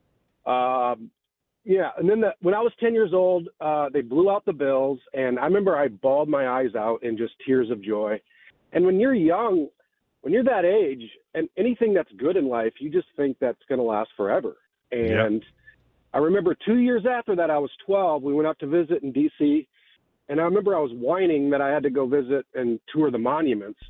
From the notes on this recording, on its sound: Takes calls from listeners.